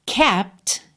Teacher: Que eu tenho dois sons oclusivos em sequência, o P e o T.